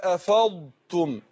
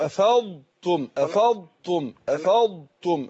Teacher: أفض الاستعلاء والاستطالة اللي فيها أبينها